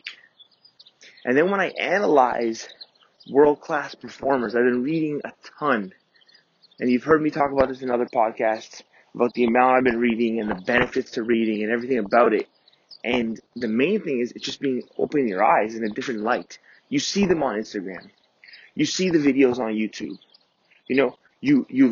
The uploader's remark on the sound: Recorded Live On My 5am Run. Records this podcast live on his morning run.